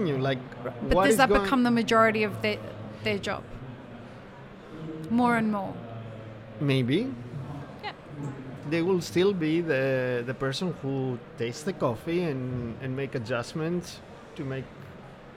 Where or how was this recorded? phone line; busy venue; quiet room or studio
busy venue